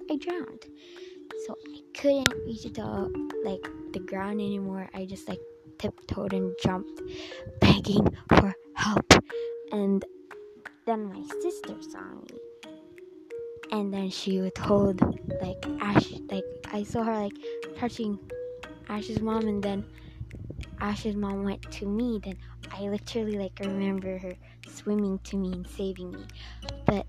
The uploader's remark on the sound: Horrible Audio. Headset Users Warning there will be very noisy sounds that might hurt your ears. Sorry for the micಥ‿ಥ this is my first try.